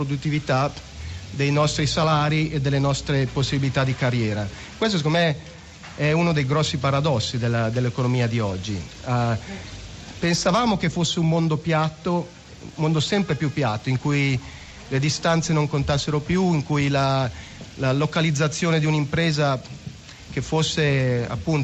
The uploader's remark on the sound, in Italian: Festival economia di trento. In diretta da piazza duomo.